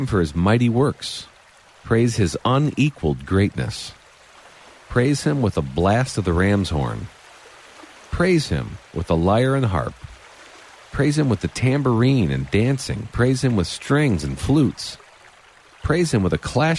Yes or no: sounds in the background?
yes